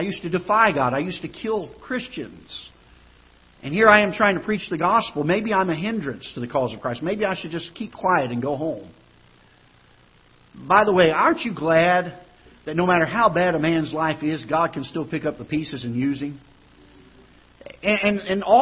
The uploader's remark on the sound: Ketha Heights Baptist Church ~ Live Broadcast